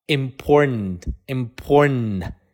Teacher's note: 说得比较快的时候，这个“t”就被吞掉了